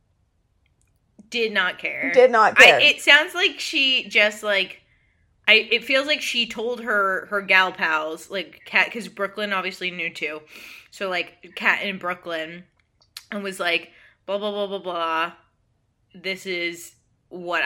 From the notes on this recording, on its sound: sorry for the weird echo-y noise this week, both of our mics were picking up a little of the other person